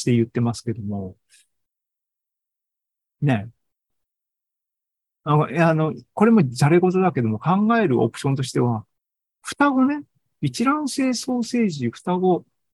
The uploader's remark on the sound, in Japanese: ZOOMライブの模様です